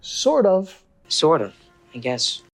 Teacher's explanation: Acá tenemos que vincular con la R suave